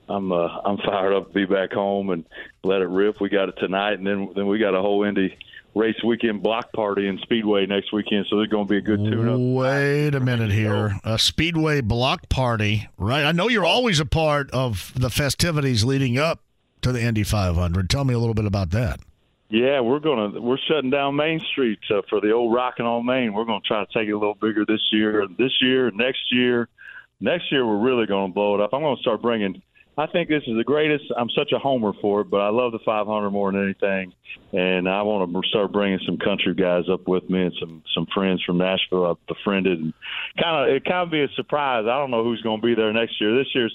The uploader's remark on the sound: He then opens the phone lines and takes some calls! The show keeps going with some phone calls on a variety of subjects!